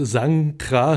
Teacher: Wenn man sagt Sankra, dann hätten wir N, K, R. Das sind drei etwas schwer zu sprechende Konsonanten und dann lässt man einfach den dritten aus.